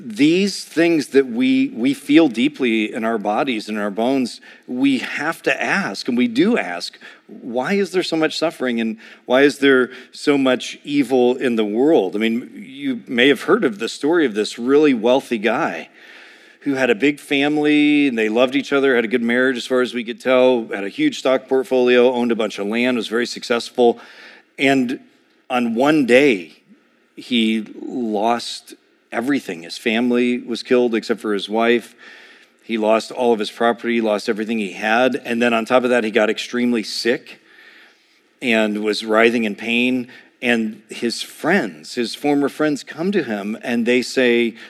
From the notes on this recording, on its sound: A sermon preached.